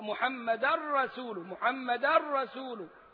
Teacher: ومحمدا منونة وجاية بعدها الراء فيها إدغام كامل زي اللام. ما ينفعش أقول أن محمدا رسول الله، لا، محمدا رسول، محمدا رسول.